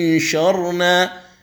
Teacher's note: من الهمزة أنتقل إلى الشين أكون مهيأ ومستعد للنطق بالشين ولهذا عند النطق بها تسمع صويت يسير لحرف الشين لأنك مستعد بالنطق بها لكن لا يكون يعني أقوى من الإخفاء أو النون التي تخرج